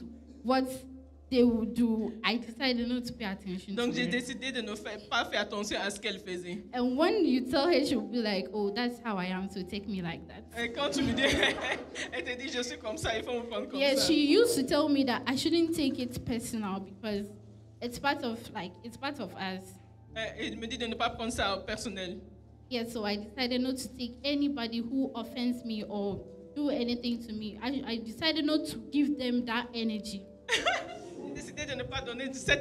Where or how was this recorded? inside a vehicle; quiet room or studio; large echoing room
large echoing room